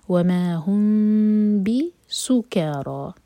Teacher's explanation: میم کے بعد با تو یہ اخفا شفوی